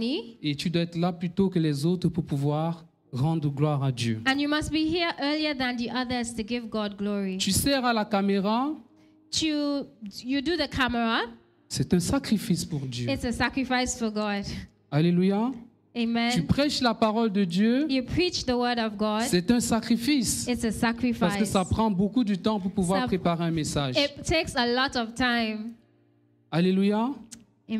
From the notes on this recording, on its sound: Preached during Joyful Hour Sunday Service